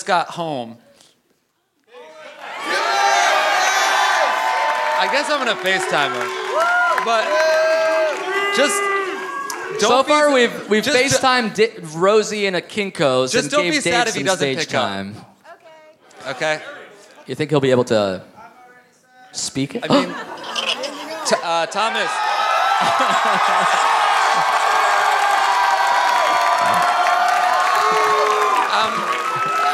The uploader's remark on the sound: Live at the Gramercy Theatre in NYC!